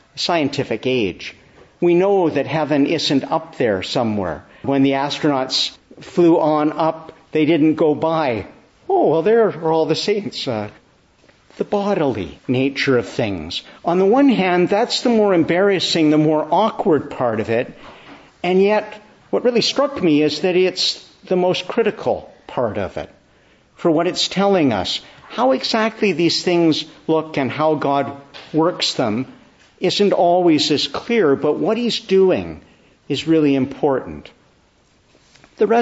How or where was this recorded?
large echoing room